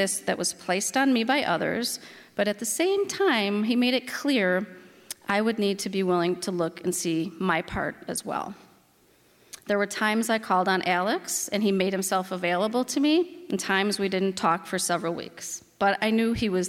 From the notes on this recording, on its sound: This live storytelling at First Pres, featuring real stories shared, in person, by fellow church members.